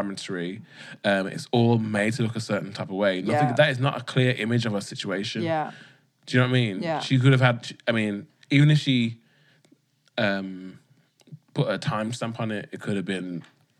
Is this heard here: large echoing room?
no